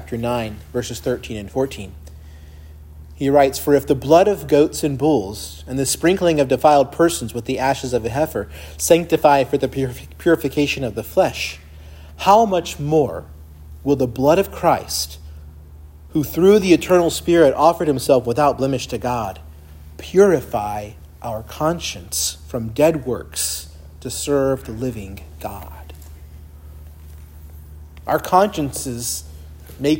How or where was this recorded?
large echoing room